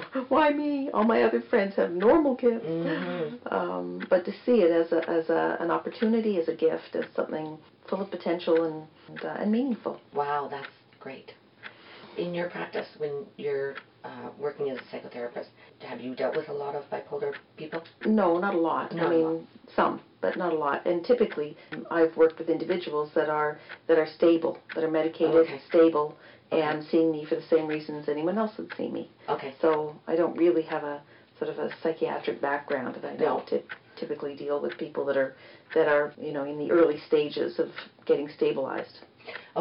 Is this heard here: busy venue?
no